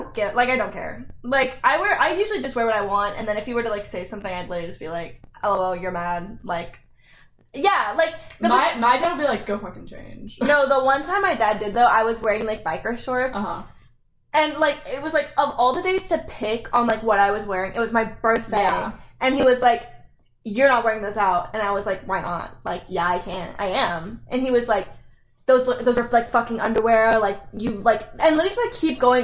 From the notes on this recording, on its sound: if you hear microphone issues